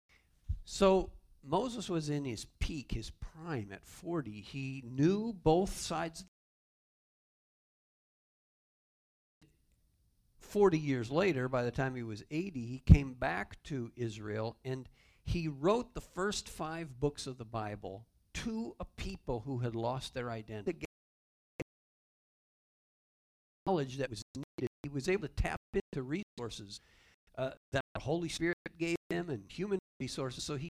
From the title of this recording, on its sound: Calvary Assembly of God live Stream